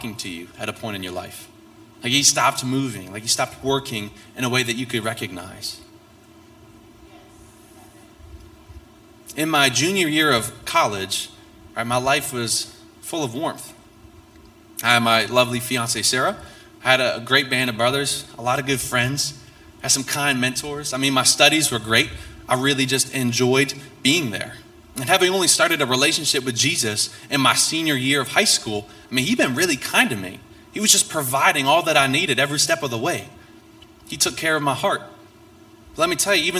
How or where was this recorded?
large echoing room